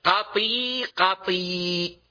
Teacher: وقال أيضا الحافظ بن حجر ووقع في بعض النسخ عن أبي ذر قطي قطي بالإشباع، يعني بكسر الطاء والإشباع بالياء